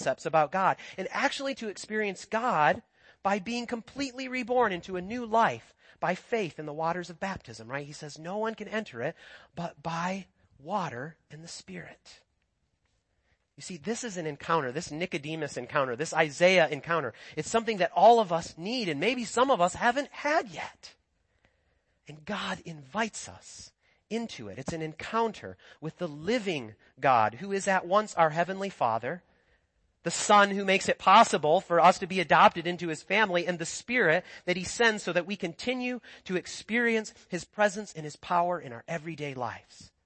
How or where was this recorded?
large echoing room